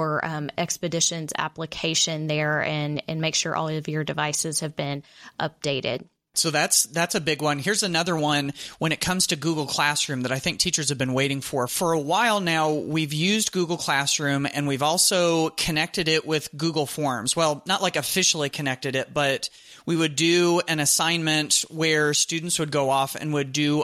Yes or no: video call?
no